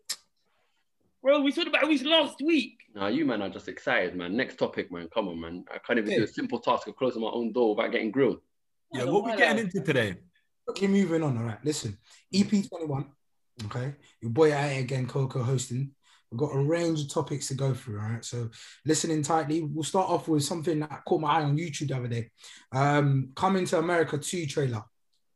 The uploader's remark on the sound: As quarantine continues the Zoom talk continues.